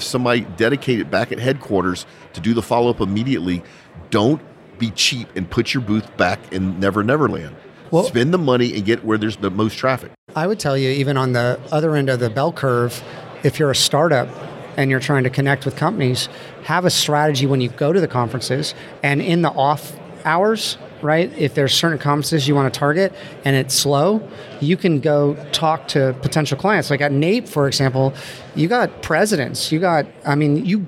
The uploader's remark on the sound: Recorded live. Podcast pavilion.